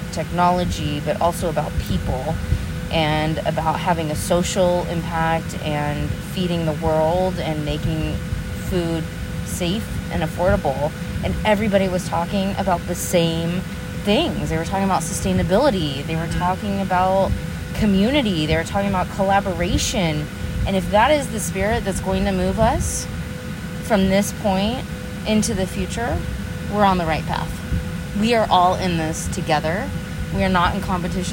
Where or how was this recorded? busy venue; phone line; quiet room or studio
busy venue